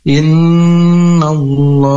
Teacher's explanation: nun bertasdid yaitu gunnah harus disempurnakan dengan dua harakat